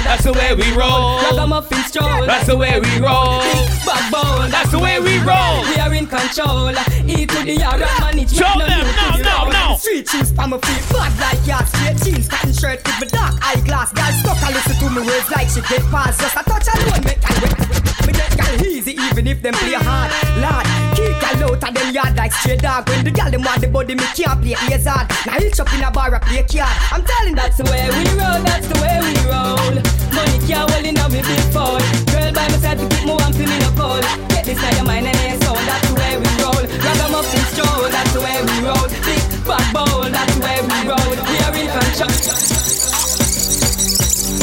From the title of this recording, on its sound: LE JARDIN DU BELAIR LIVE AUDIO